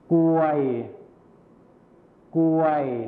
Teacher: คำควบกล้ำที่เป็นรอเรือหายไปนั่นเองนะครับ